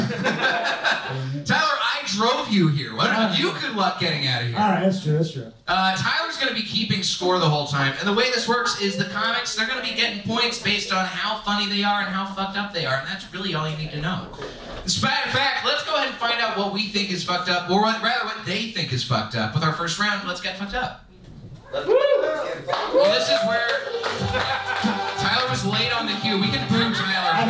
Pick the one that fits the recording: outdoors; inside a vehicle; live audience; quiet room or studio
live audience